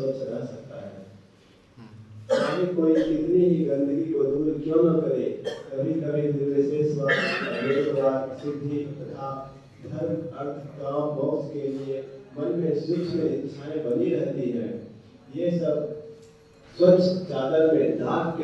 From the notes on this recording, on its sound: Occasion : Jagannath Puri Yatra 2020. Audience : Camp devotees.